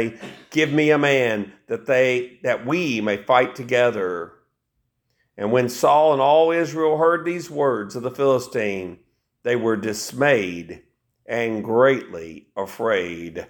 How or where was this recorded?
large echoing room